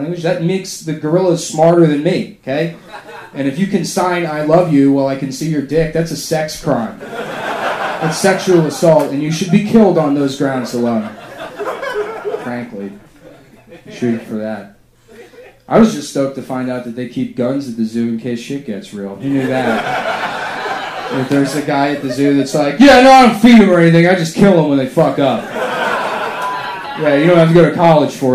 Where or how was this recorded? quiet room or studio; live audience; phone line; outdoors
live audience